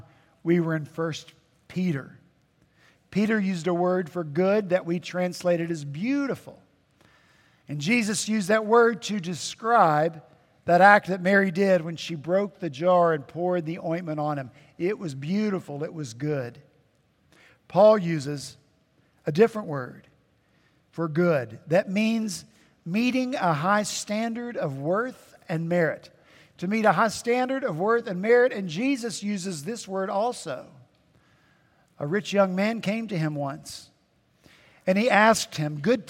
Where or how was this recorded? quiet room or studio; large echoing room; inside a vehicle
large echoing room